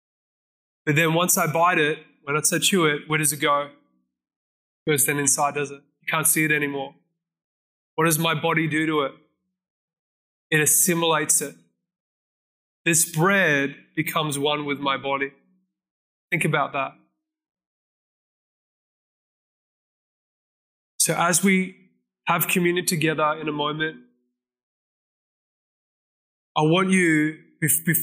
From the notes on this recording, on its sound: This message was recorded at Zion Church Gold Coast on Sunday 18th September 2022.